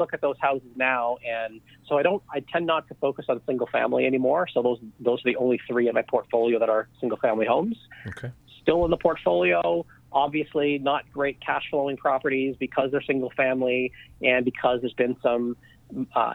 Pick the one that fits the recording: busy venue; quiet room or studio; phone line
phone line